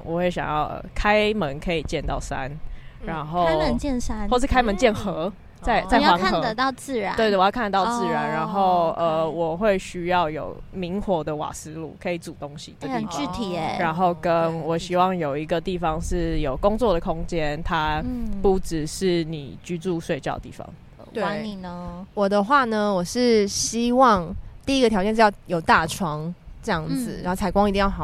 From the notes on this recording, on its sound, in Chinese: 本集在有風的天臺錄製，會有飛機起降的聲音哦～